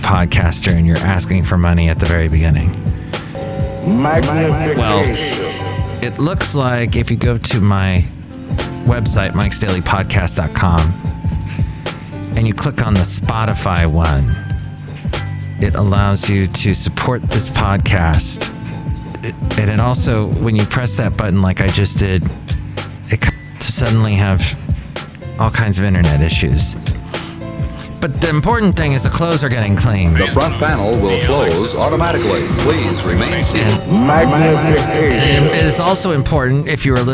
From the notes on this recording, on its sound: podcasts live from Café Anyway